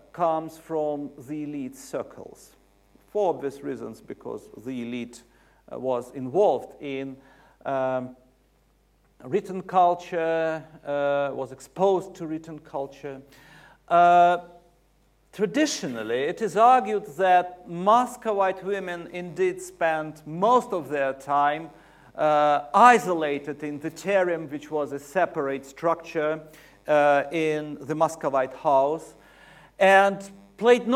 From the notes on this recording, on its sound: UCL Lunch Hour Lecture